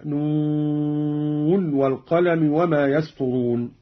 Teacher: قرأ قالون بإظهار النون من الواو كحفص، هكذا نون والقلم وما يسطرون.